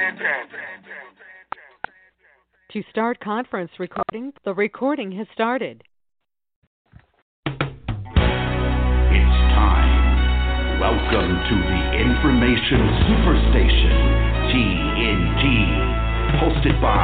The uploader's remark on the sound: TNTSuperfantastic Conference Call